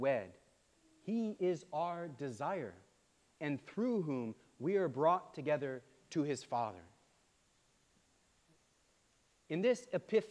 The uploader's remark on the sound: preached at All Saints Anglican Church on January 21, 2024